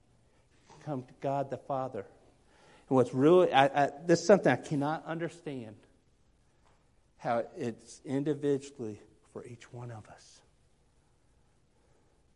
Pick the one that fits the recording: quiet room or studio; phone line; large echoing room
large echoing room